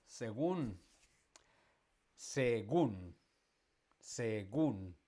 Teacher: La tónica, la fuerza está en la última. La fuerza está en la última, por lo tanto es una palabra aguda.